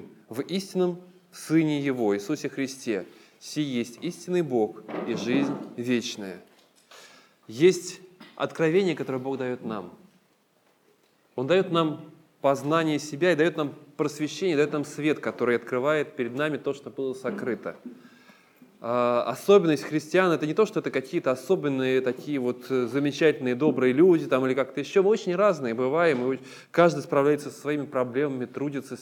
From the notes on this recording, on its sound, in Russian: Полная запись богослужения